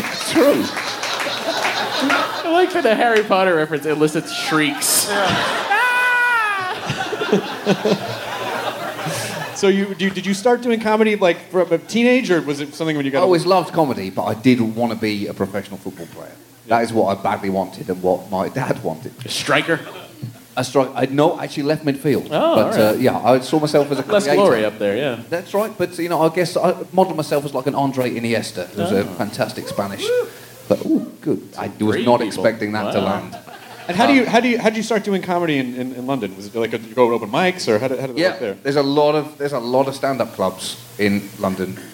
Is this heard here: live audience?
yes